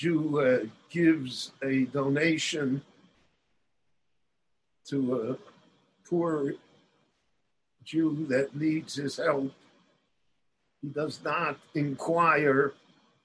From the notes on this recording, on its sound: The following lecture was delivered LIVE in Jerusalem via Zoom